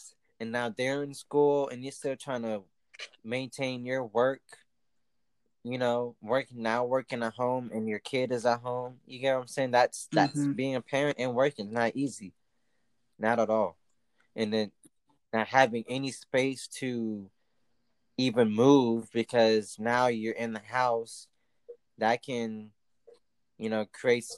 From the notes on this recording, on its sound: Still living the quarantine lifestyle smh and sorry for the Audio latency as well!